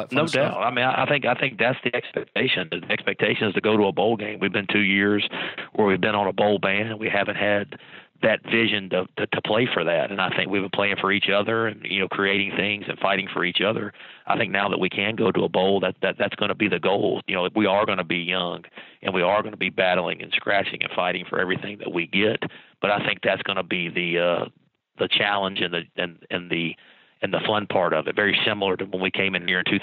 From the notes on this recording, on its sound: on the Chaney's Pharmacy phone line